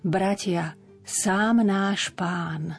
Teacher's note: máme za sebou tri dlhé samohlásky, tri dlhé A.